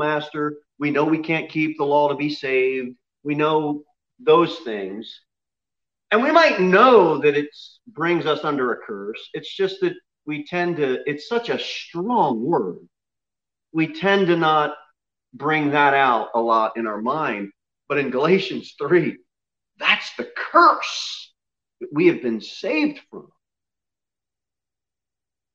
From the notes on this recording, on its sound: Sermon delivered at Pilgrim Baptist Church on Sunday, October 11, 2020, at 11:15 am.